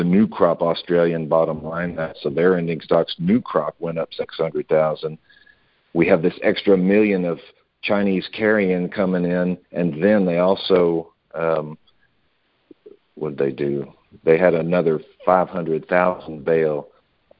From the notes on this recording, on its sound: Monthly Conference Call.